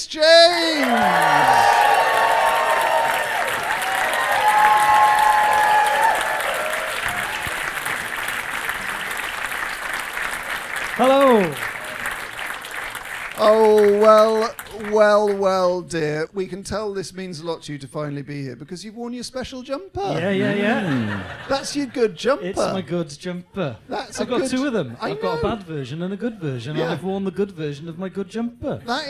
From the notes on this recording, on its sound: in front of an ACTUAL live audience